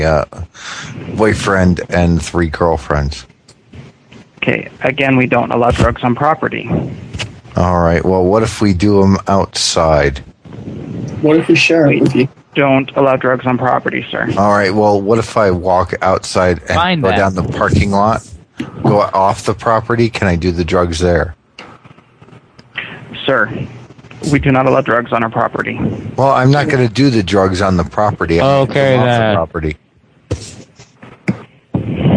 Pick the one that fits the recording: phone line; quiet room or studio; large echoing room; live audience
phone line